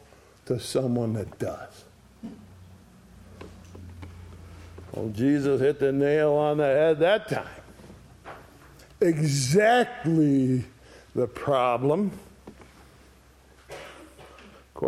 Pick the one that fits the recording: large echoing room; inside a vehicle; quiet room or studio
large echoing room